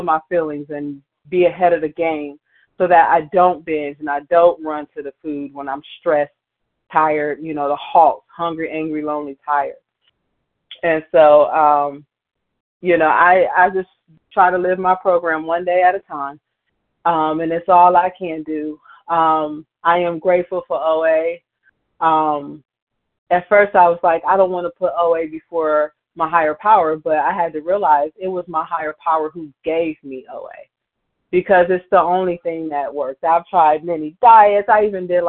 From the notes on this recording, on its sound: 100 Pounders Phone Meeting, 5/24/23